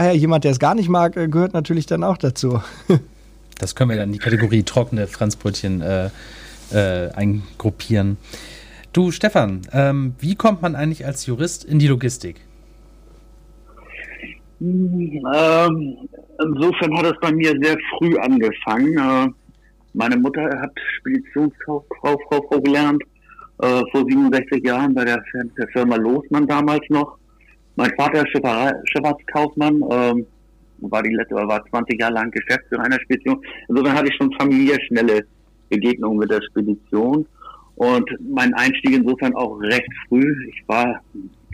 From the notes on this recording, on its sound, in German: auf Grund des Kontaktverbots am Telefon